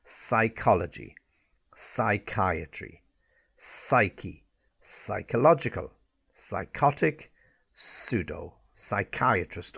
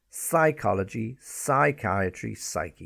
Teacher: All of those words have an S sound, but they all begin with the letter P, and all of those P's are silent. · Term: silent P